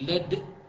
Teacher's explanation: فهنا بناء على قراءة شعبة لما قرأ لد وهناك ضمة محذوفة، فيروى له أيضا أنه تقول لد عند الدال تضم الشفتين عند الدال فقط · Term: الإشمام